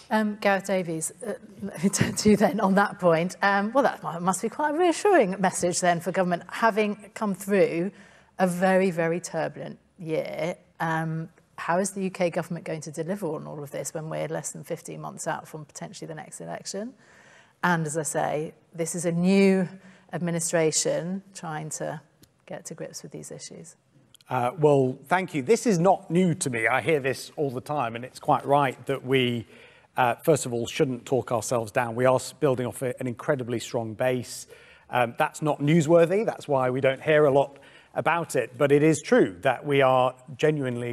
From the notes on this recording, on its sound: Recorded in front of a live audience.